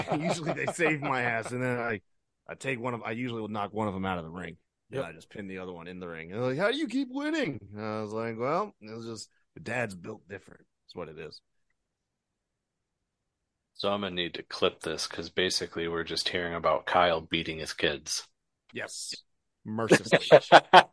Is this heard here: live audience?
no